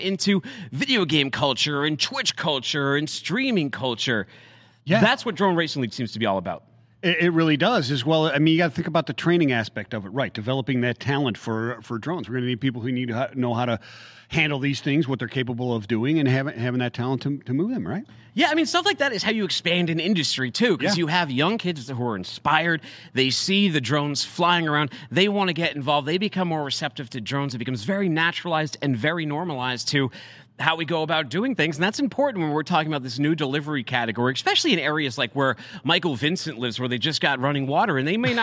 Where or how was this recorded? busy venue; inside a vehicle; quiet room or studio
busy venue